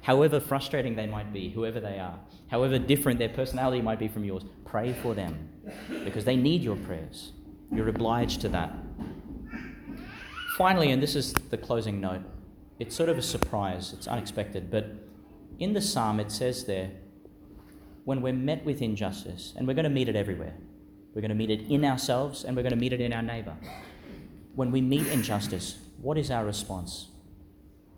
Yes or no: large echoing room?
yes